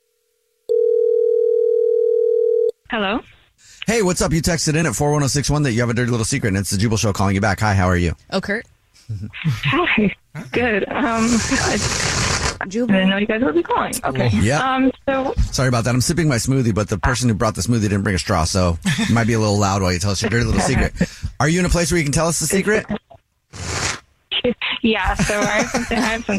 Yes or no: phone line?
yes